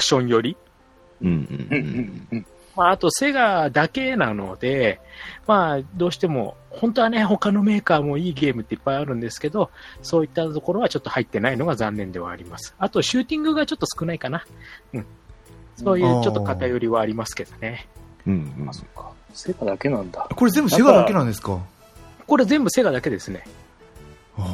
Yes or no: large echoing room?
no